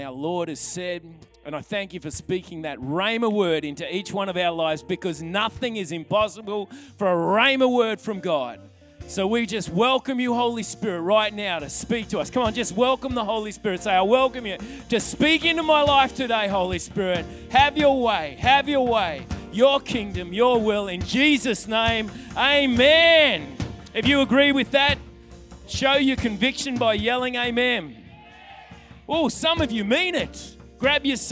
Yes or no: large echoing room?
yes